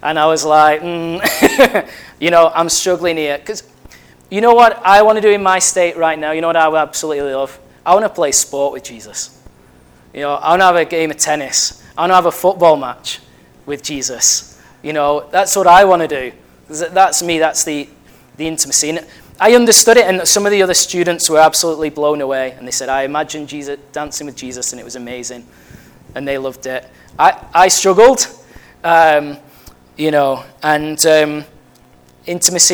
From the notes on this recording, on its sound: at Family Church Westhoughton